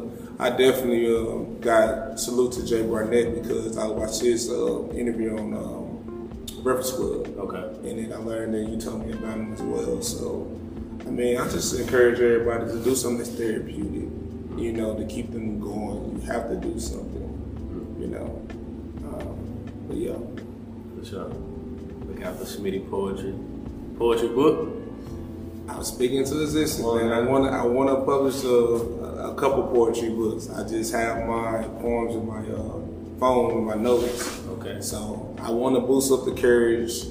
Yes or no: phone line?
no